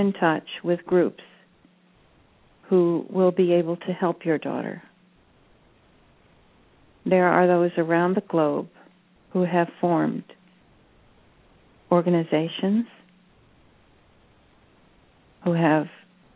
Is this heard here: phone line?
yes